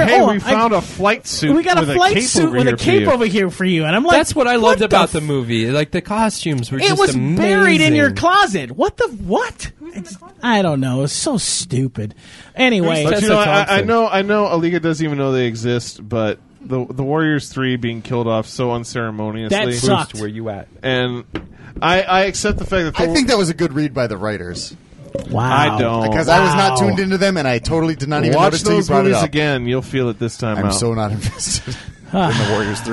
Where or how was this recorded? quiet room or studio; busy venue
busy venue